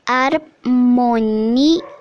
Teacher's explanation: Já no vocábulo harmonia, a quantidade de letras difere da quantidade de fonemas a seis letras e cinco fonemas, pois a letra H não tem som em português